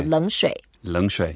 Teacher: The first third tone, you can relax a bit. Yeah. Make it slightly like a second tone.